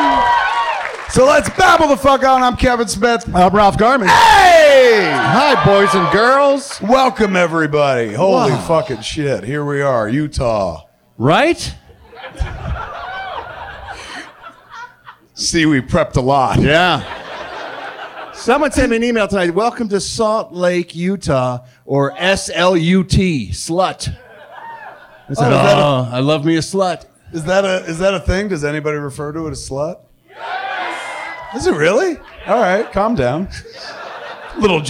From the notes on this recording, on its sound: Recorded LIVE at Wiseguys in Salt Lake City, UT.